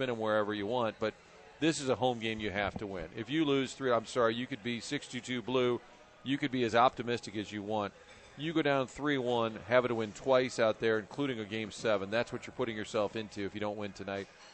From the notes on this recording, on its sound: broadcasting live from the Westport Social